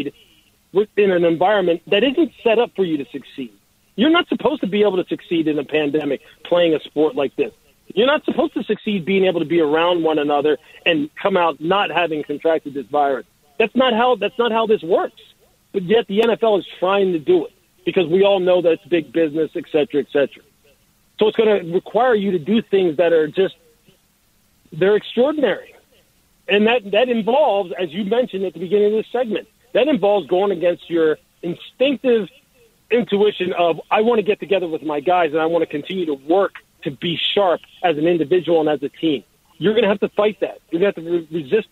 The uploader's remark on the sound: We open the phones.